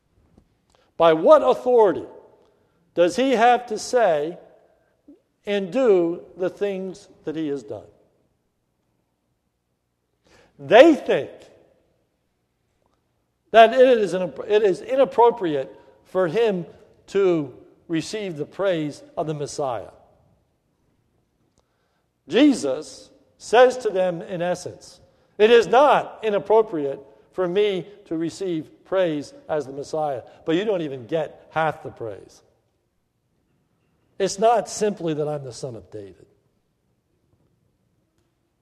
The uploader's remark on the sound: This is a sermon recorded at the Lebanon Bible Fellowship Church in Lebanon, PA on 3/13/2016 during th morning service